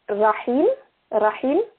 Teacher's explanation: Also das in der Mitte, das ist das H, genau, das ist im Hals.